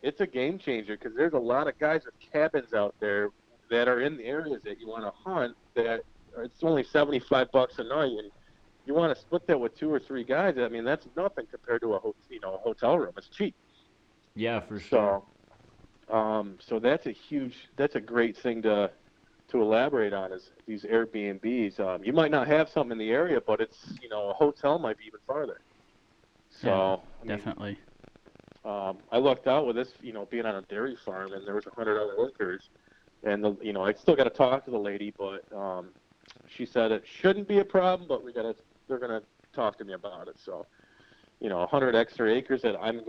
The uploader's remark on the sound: he sits down with us via phone